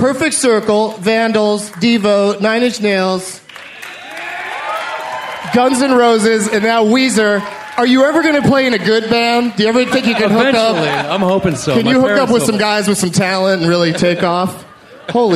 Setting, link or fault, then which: setting, busy venue